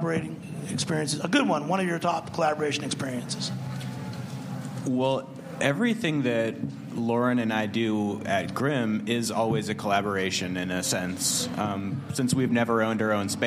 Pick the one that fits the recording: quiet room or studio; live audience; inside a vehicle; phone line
live audience